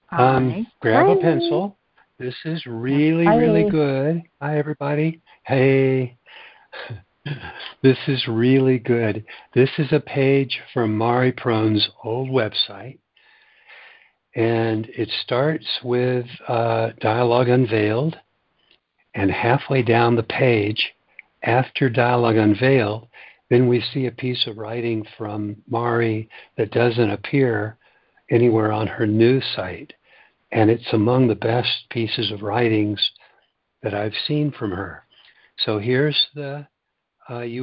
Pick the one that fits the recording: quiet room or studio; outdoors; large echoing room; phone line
phone line